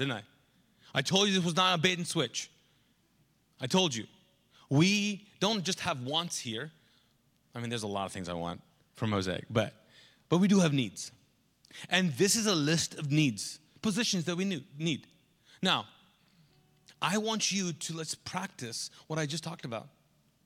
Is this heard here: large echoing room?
yes